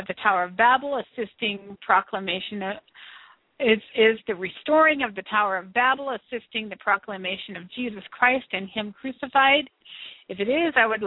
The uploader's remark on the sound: This show is the FIRST LIVE CALL-IN SHOW.